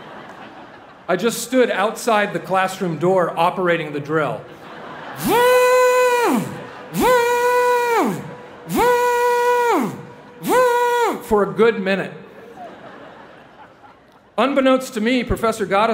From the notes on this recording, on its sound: delivered the commencement address to the University of Southern California's graduating class of 2017